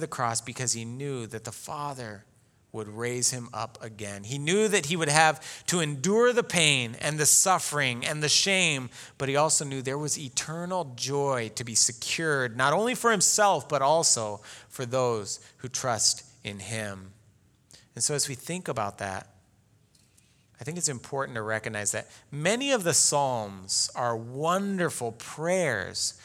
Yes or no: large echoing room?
yes